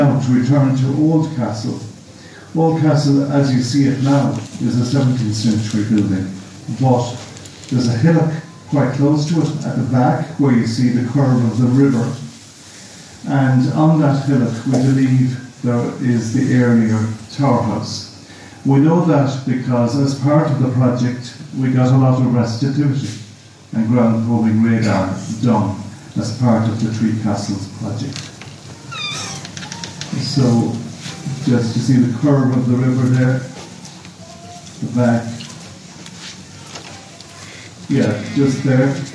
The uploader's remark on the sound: This recording was grabbed at the 13th Annual Galway City Heritage Conference 2023.